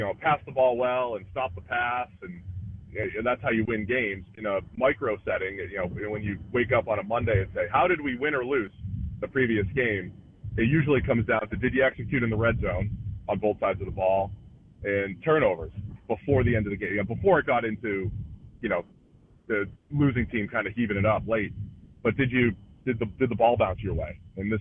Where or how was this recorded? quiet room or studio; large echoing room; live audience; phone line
phone line